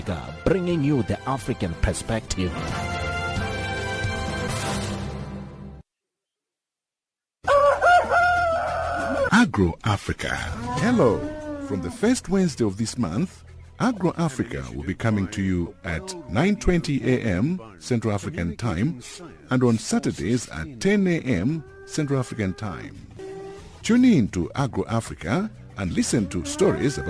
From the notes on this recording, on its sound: we are joined on the line